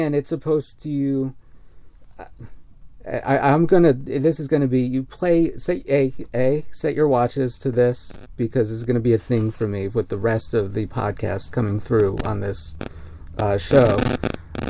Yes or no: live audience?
no